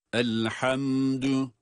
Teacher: Elhamdülillahi Rabbil alemin derken, elhamdü dal incedir.